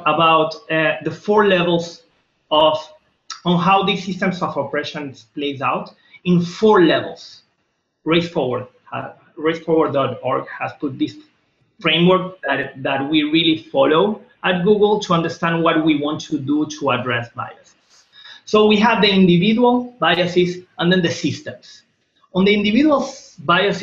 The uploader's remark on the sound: This episode was recorded from an online event.